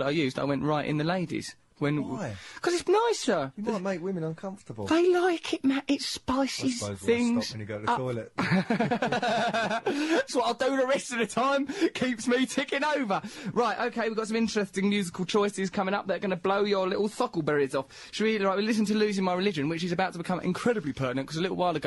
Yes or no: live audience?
no